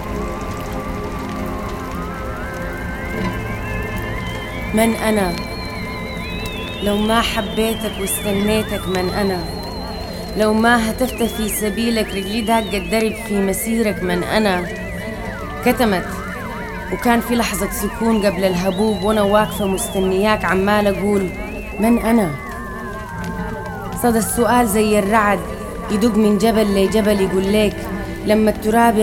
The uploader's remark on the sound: This mix brings together sounds from the streets, specifically protests in support of Palestinian freedom. I include piano improvisations and new music from friends around the world. Protest sounds from Berlin, Germany recorded.